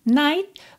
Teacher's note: você quase não escuta o T